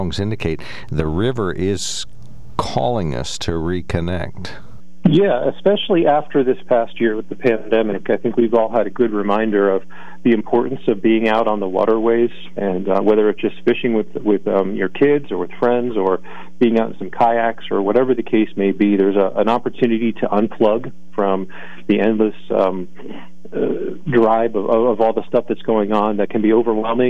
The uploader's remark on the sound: With a live call-in update.